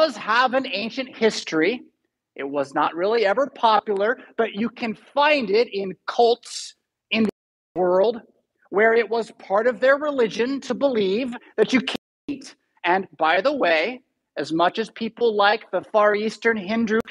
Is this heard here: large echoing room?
yes